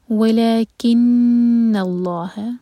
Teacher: لام جلالہ ہیوی کے بعد ہا لائٹ رہے، اس کو ہیوی نہیں ہونے دینا